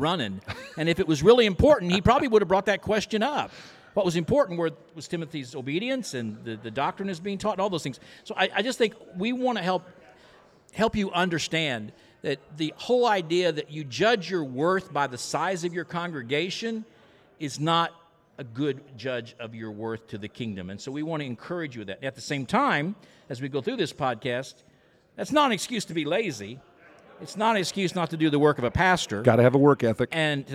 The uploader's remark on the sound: This unique episode was recorded in front of a live audience at the AMS Lab.